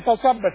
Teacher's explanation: دي صاد ما نقولش فسب سا سا صا فصب الفاء برققها الصاد بفخمها الباء برققها